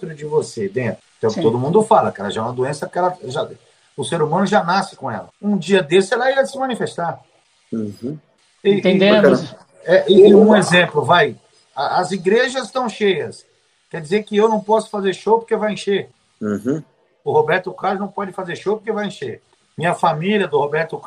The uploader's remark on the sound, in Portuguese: Gravada remotamente. Rádio Gazeta.